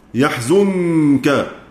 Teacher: حصل إخفاء للنون الساكنة في الكاف أو عند الكاف